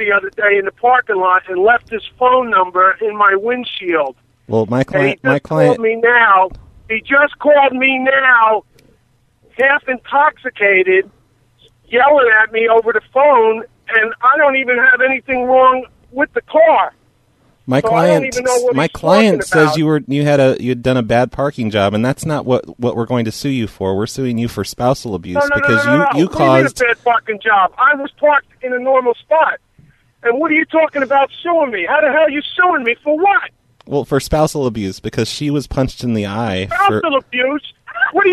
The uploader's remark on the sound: …'s Personal Prank Phone Calls Collection.